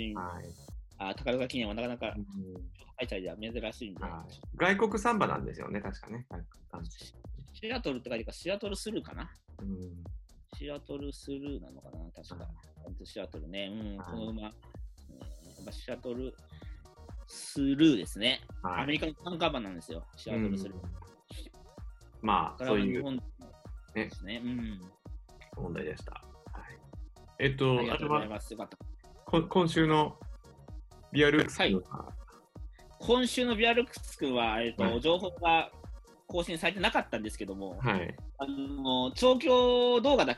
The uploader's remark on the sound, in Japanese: ZOOM収録のため、聞き取りにくい箇所がございます。